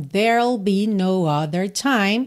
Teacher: a gente tem o R e depois o som do L direto. Lembrando que esse E final de there não é pronunciado, tá pintadinho de cinza, tá?